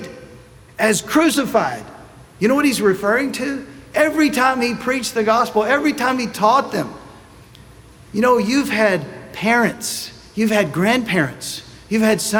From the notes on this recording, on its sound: Sunday Message recorded